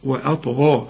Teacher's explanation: وبرضو ما نقولش وأطى، وأ خطأ، وأ وقلقل بقى الطاء لأنها عليها السكون